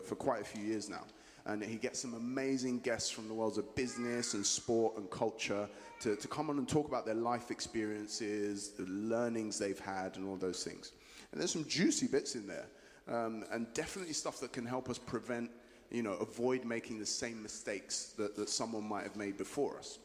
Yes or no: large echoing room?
yes